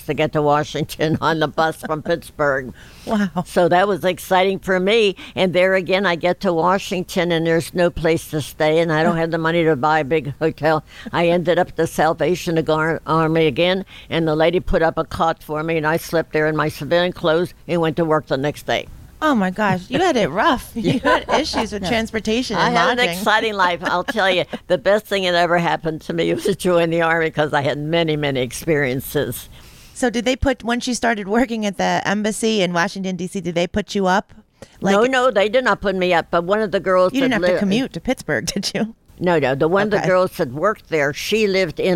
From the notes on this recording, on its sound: Recorded live at the Women’s Army Corps Veterans’ Association national convention held in Pittsburgh, Pa.